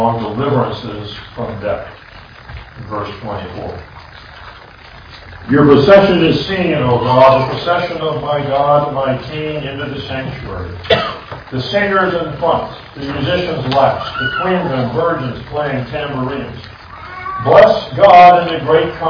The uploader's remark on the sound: This audio recording is noisy.